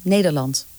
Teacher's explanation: De R na Nederland mag je weglaten.